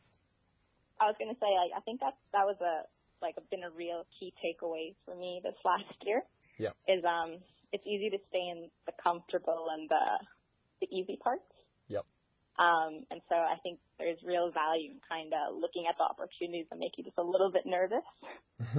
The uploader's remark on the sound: In Melbourne. In Sydney and I in Brisbane we all caught up for a quick chat on the phone.